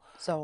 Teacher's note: the S in the beginning of a word has a sound of a Z